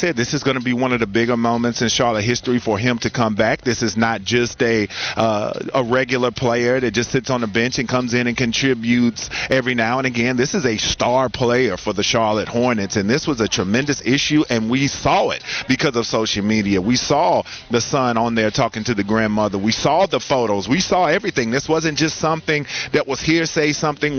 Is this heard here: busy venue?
yes